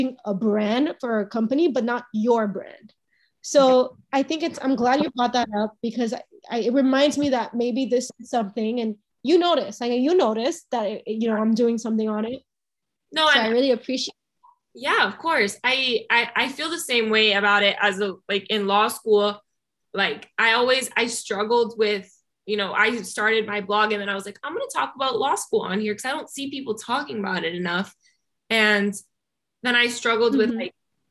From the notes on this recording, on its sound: sorry about the audio quality, Zoom likes to mess with me sometimes